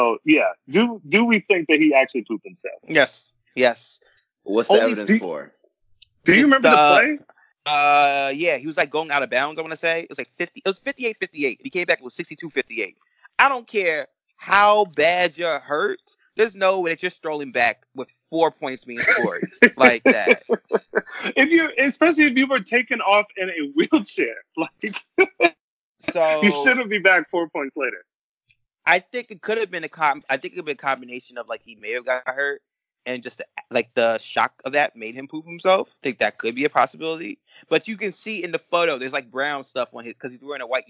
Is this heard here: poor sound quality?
yes